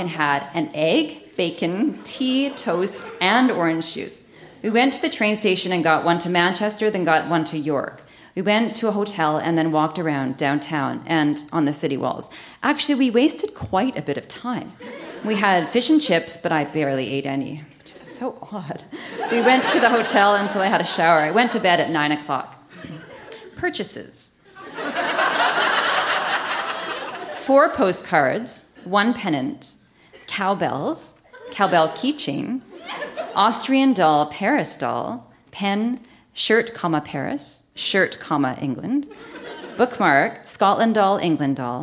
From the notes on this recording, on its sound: Recorded live at the Royal Cinema in Toronto.